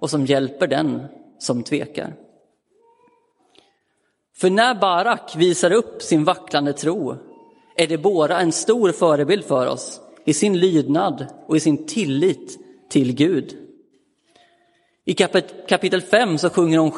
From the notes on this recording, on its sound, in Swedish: Inspelad i Roseniuskyrkan den 15 januari 2023.